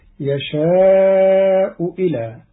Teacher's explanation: قرأ قالون كلمتي يشاء إلى بإبدال الهمزة واوا مكسورة على الأصل، وقيل بتسهيلها بين بين في الهمزة الثانية، وهكذا في القرآن الكريم كله.